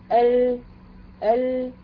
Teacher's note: المخرج بتاع اللام مغلق. ولكن رغم ان المخرج مغلق الا ان في ايه انحراف، يعني في جزء بسيط من جريان الصوت ولكن في جزء برضه حبس الصوت